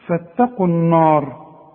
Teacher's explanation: الراء هي المفخمة، لكن النون والألف بتاعتها المجاورة ليها مرققة. · Term: النون دائما مرققة